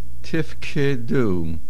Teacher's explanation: Make sure you pronounce the kuf. Do not make it sound like a gimel